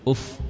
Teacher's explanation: Ya, tidak panjang u-nya. Langsung ke fa ditekan.